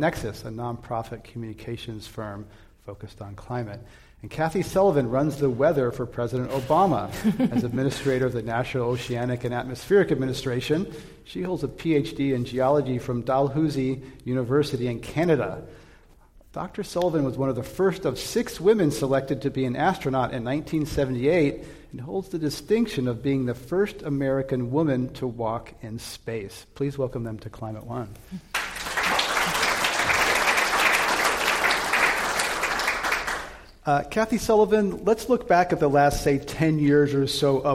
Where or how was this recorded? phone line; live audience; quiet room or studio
live audience